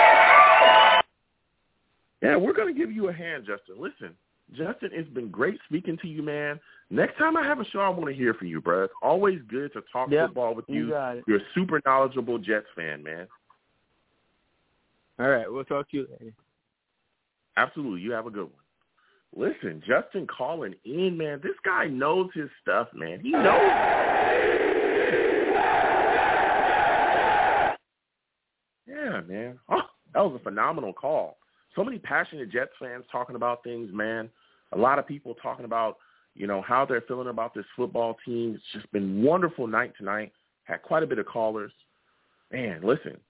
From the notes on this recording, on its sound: I take live callers as well!